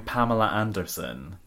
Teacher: you're sticking an R in between those two words to sort of bridge between the two A's. But I'm also not pronouncing the R in Anderson.